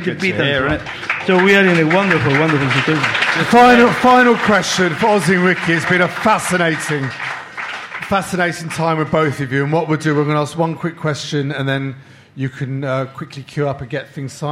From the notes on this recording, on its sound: the live show with just 300 very close friends